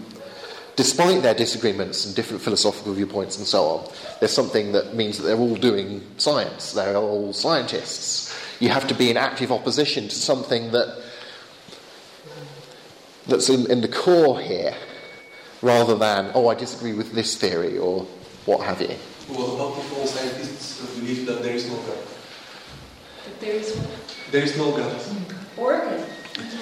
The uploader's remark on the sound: Bulgarian apologetics conference.